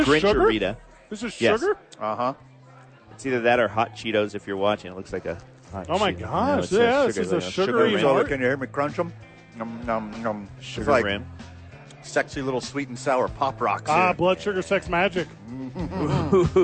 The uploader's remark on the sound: live from Sadies on 4th!